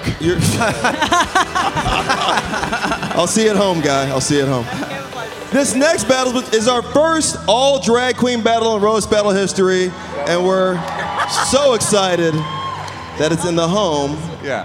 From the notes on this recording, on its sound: This episode is live audio from Comedy Centra’s Clusterfest 2019.